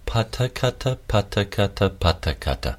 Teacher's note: Pata kata. So you go front lips, pa, gum ridge ta, soft palate ka, gum ridge ta.